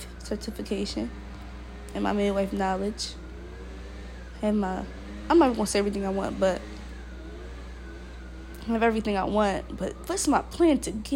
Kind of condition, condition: fault, sounds in the background